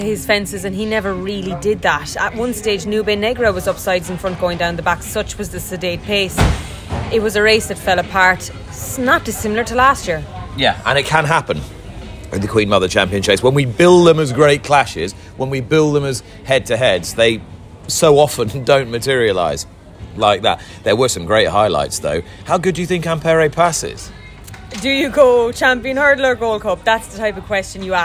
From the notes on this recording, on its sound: On Day Three of the Cheltenham Festival in an episode brought to you from the Fitzdares Club in the Orchard.